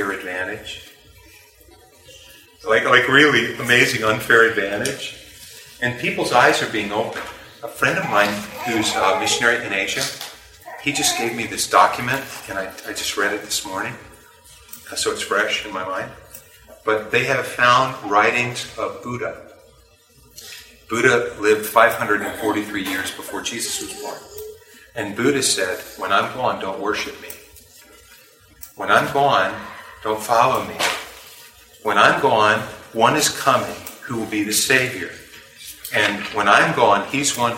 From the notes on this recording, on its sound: Please forgive the background noise.